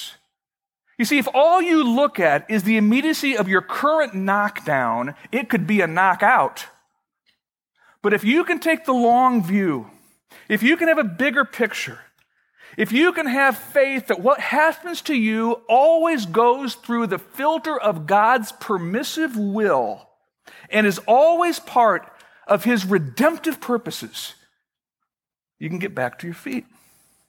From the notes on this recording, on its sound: Originally recorded May 6, 2012, at Fellowship Missionary Church, Fort Wayne, IN.